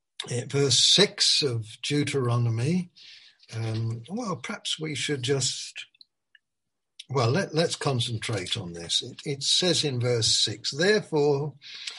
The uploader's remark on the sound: Malaysia Meets (Zoom)